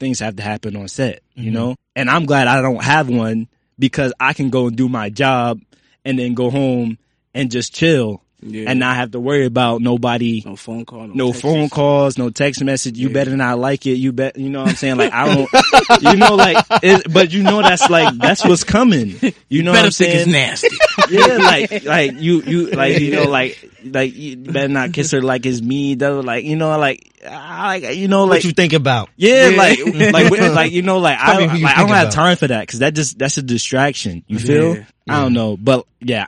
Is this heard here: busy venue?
no